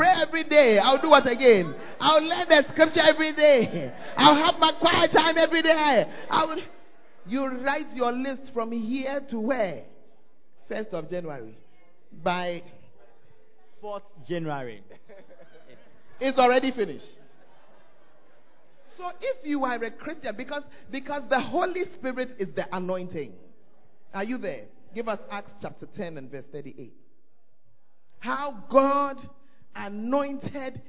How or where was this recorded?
large echoing room